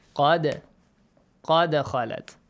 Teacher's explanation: You have to bounce the letter dal, so make sure it bounces · Term: قلقلة